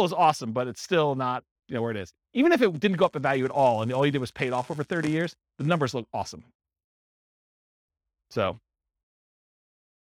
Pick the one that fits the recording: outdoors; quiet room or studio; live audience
live audience